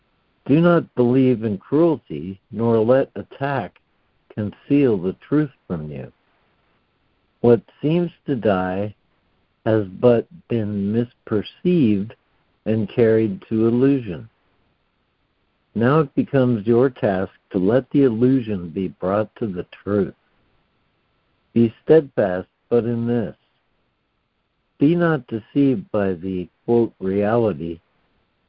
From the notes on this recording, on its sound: ACIM Daily Conference Call.